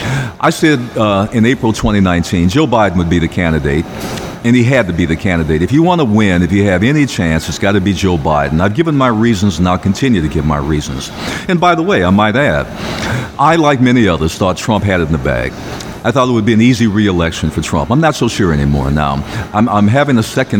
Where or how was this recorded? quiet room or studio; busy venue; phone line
busy venue